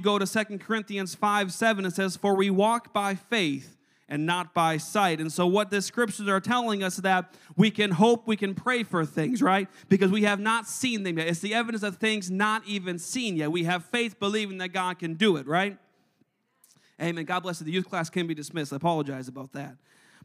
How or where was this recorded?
large echoing room